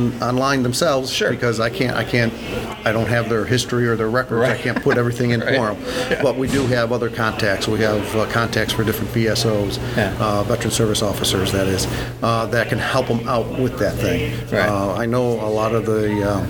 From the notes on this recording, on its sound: Recorded at This Little Pig Restaurant.